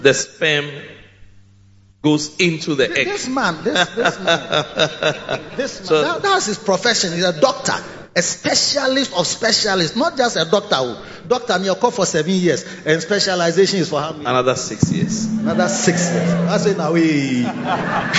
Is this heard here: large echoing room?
yes